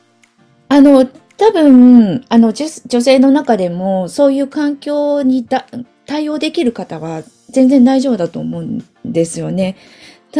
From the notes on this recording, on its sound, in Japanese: こちらの配信は2022年3月にLinkd in 上で行われたライブイベント企画での収録となります。